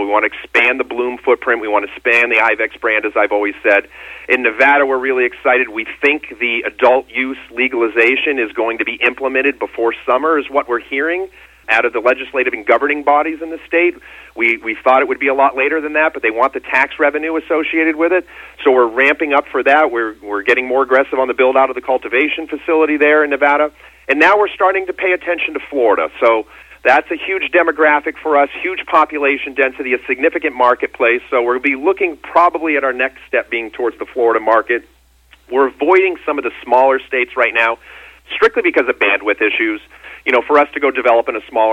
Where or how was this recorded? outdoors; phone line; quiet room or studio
phone line